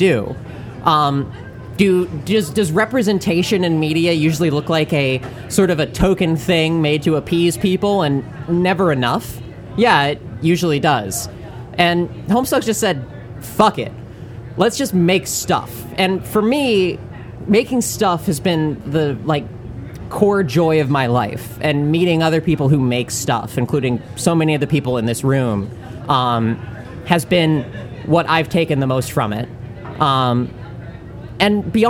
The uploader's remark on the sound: Recorded live at the Guildhall Bar in Burbank, California.